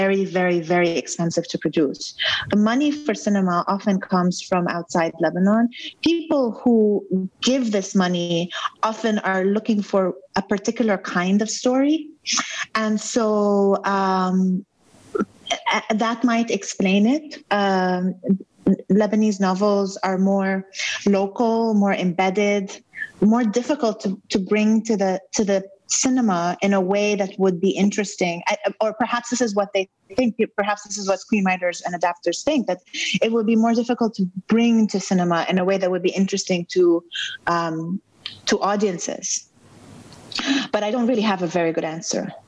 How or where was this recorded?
video call